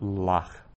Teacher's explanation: we have what we call a pausal form, and the vowel lengthens, the accented vowel lengthens from lacha to lach